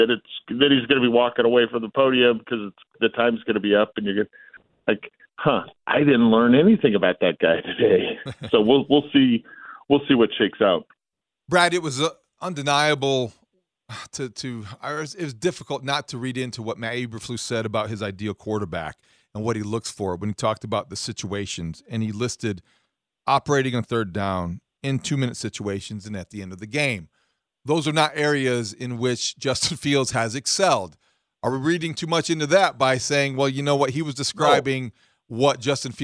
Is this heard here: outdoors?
no